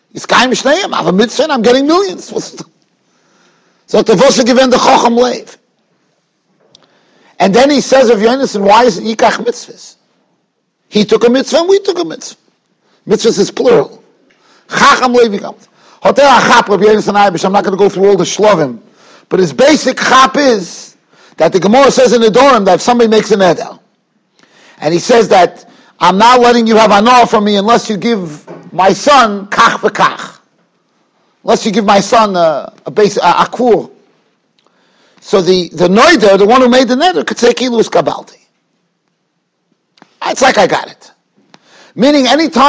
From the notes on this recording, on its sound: Shiur recorded in Yeshivas Ohr Reuven, Monsey, NY.